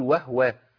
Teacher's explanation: في بعض القراء بيقول وهو مع تسكين الهاء